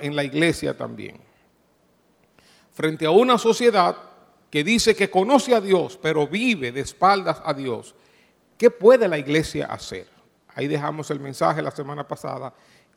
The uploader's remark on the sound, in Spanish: Grabado en Iglesia Cristiana Inc.